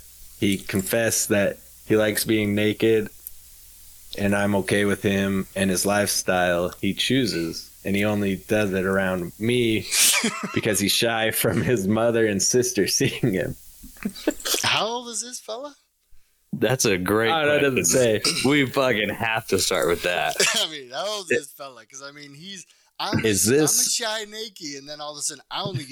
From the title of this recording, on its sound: sorry if audio is bad